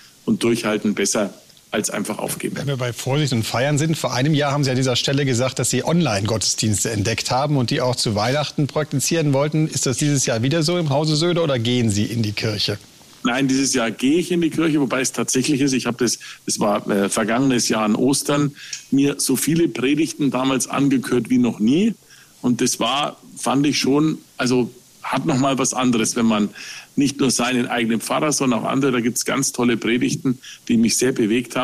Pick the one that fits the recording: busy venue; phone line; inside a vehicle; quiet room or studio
busy venue